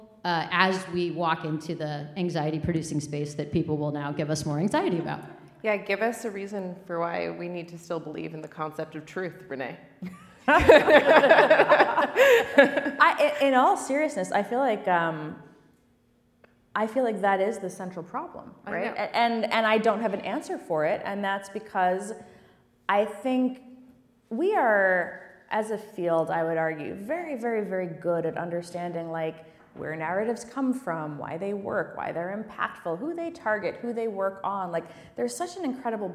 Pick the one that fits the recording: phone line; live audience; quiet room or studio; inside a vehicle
live audience